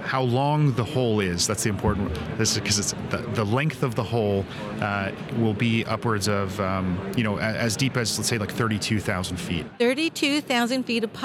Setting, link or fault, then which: setting, busy venue